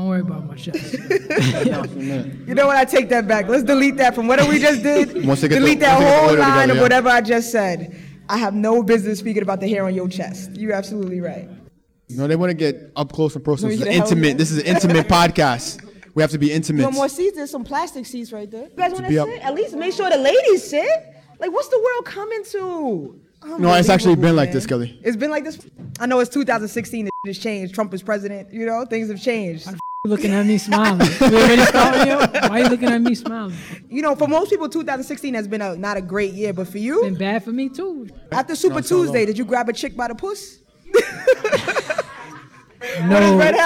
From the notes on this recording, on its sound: Live Show at BXLIVE. Recorded at bxlive.